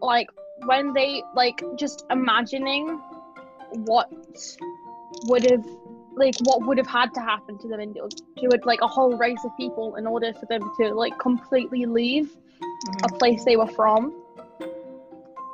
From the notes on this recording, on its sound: Also, sorry for any background noise.